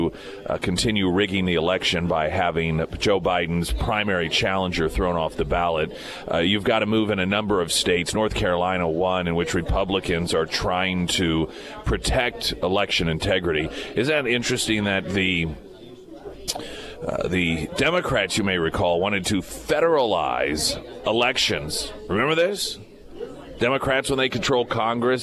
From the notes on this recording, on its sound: live at Scramblers Diner for the Friday Road Show.